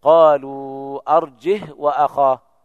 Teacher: بدون همز وإسكان الهاء